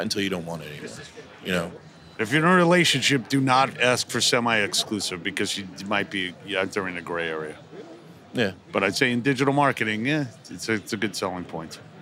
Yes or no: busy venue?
yes